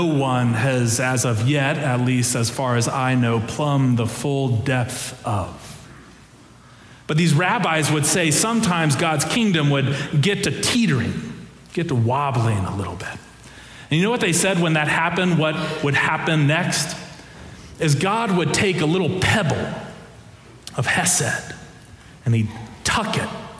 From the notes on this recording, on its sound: Preached during our Christmas Eve Candlelight Services.